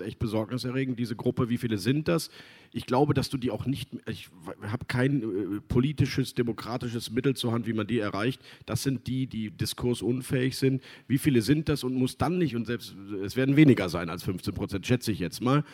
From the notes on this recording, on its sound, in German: im RP-Zelt beim Campfire-Festival in Düsseldorf